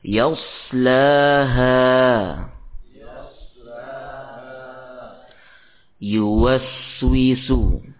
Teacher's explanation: yang paling kuat dari tiga huruf ini, zai, sad, dan sin, ya, adalah safir pada huruf sad. Karena dia didukung dan diperkuat oleh sifat itbaq.